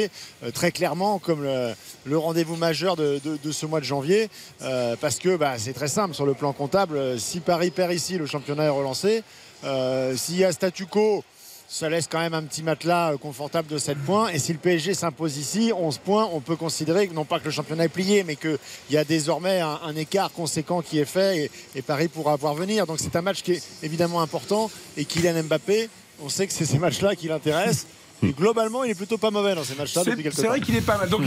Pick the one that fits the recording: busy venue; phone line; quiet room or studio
busy venue